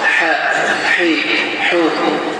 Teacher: Boğaz damarları, boğaz sıxılır və sıxılma nəticəsində ədə olunan hərif hə kimi tələffüz olunur.